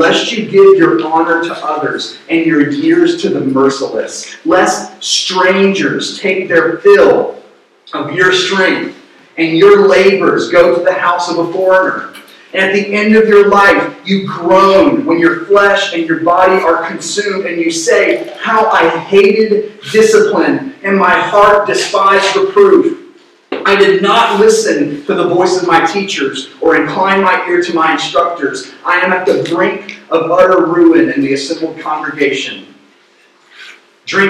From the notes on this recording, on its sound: Due to some technical issues, the sermon audio was not properly recorded. We apologize for the poor audio quality.